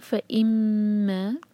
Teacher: میم پر شدہ ہے، غنہ کریں گے